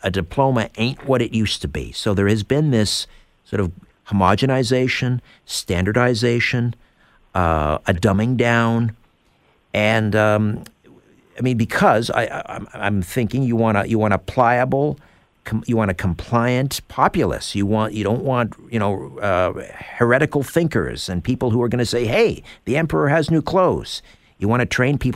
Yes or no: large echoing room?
no